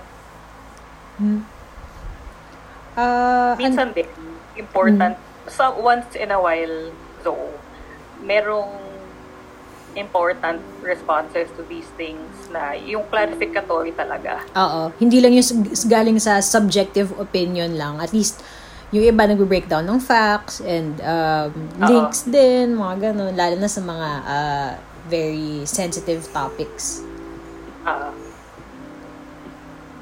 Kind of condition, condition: link, video call